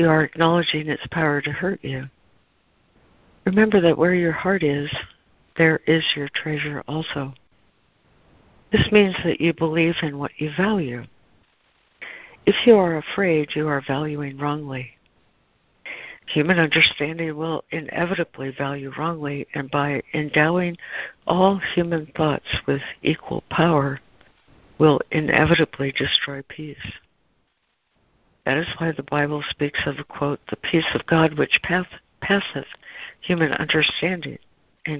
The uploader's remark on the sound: ACIM Daily Conference Call.